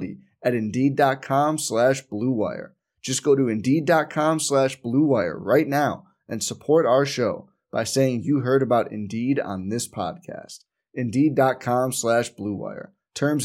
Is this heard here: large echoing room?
no